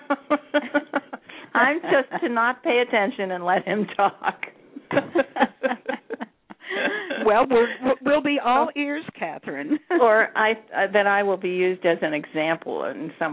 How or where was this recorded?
phone line